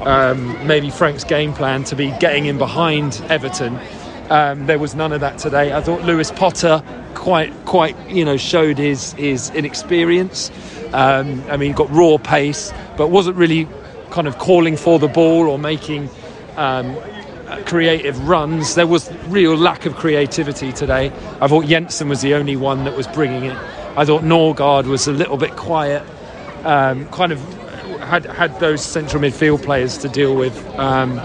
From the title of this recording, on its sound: post-match podcast from the stands